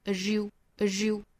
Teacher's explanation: As 跟后面的 you 可以连读同化成一个 r 的发音相当于是 z 加上 ye 的一个连读同化